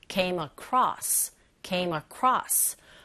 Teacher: 철자는 E라는 모음의 철자로 끝났지만 소리는 came. 자음의 소리로 끝나고 across. 어라는 모음을 만났어요. 그러면 연음 현상이 일어나죠.